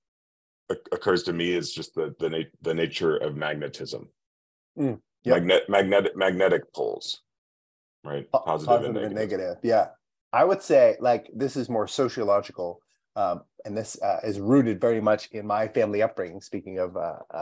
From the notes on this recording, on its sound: A black and white thinker & a moral relativist walk into a Zoom